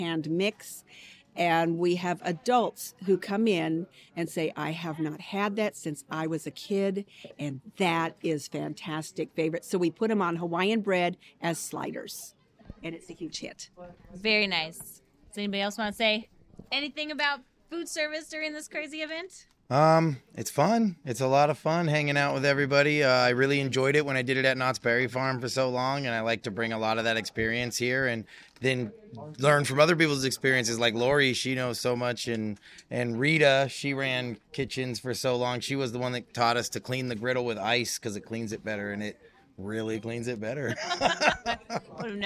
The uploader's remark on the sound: Todays episode comes live from the Day out with Thomas, We chat to volunteers and guest to find out what makes this years Day out with Thomas so special.